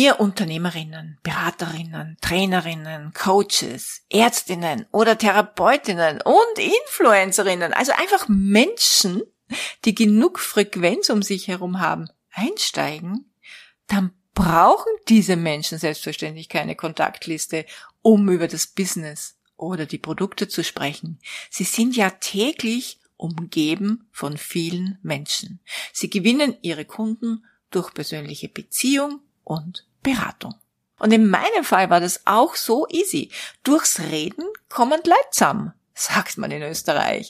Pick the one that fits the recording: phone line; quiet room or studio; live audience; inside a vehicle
quiet room or studio